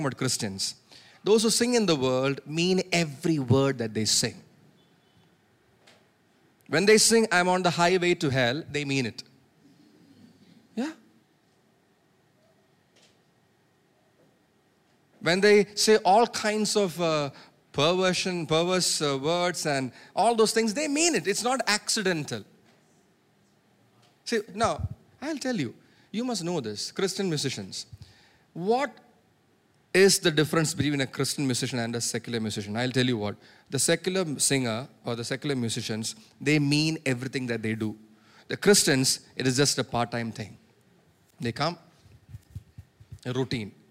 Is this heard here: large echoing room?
yes